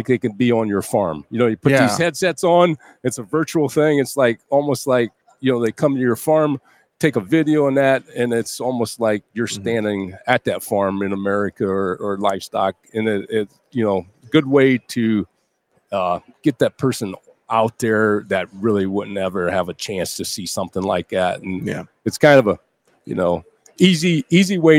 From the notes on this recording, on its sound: we broadcast live from the Cattle Industry Convention and NCBA Trade Show in Orlando, FL